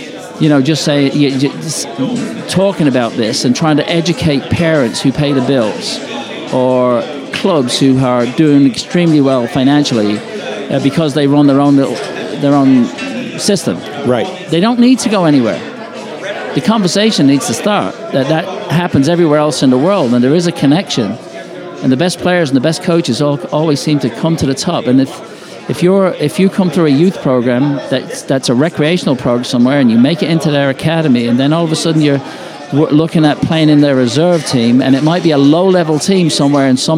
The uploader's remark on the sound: Live at the Bar of the US Soccer AGM